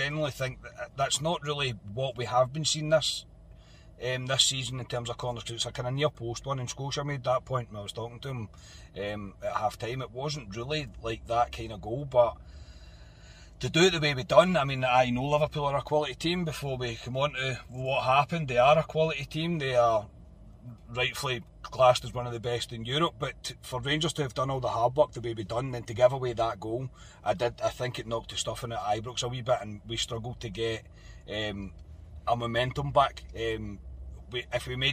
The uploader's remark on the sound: reaction from the car after leaving Ibrox.